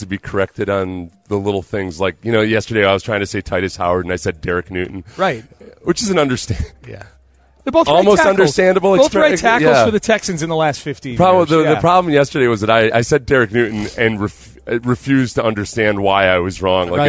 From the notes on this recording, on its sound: live in Las Vegas for Radio Row day 2